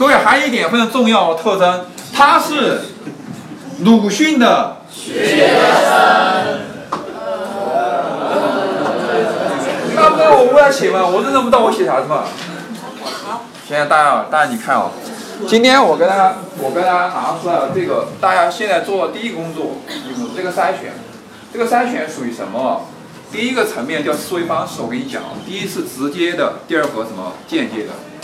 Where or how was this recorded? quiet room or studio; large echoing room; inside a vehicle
large echoing room